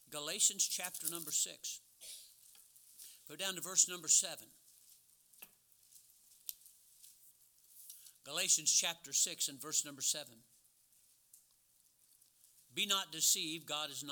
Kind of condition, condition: setting, large echoing room